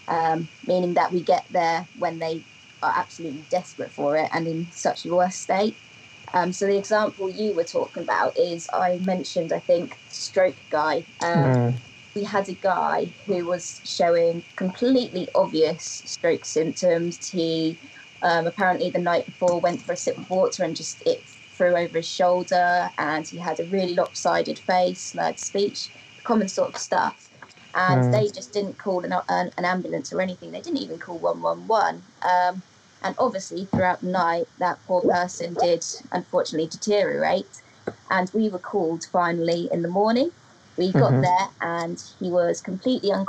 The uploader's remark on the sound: In this episode we share some audio highlights of Statement Art's first-ever live online event, The Great Disorder. The event was a private view with a difference.